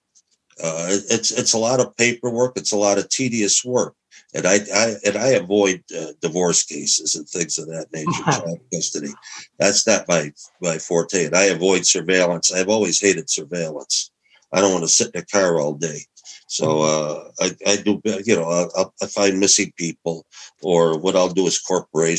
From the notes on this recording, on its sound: This is the audio from a Zoom call